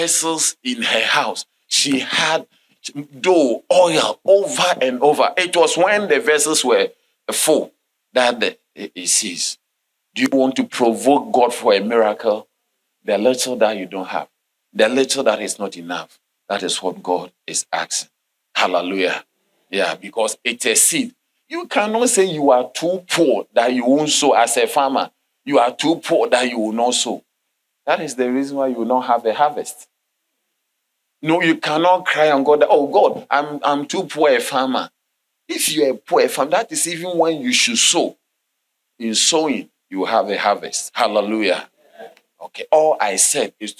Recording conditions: large echoing room